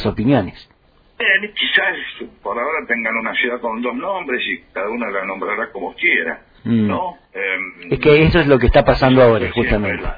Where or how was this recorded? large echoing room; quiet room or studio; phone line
phone line